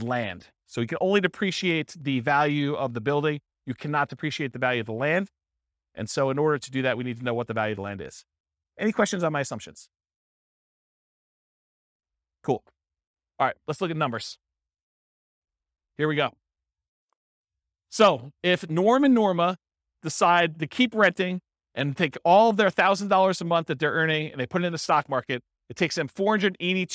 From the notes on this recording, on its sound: This was a live class recorded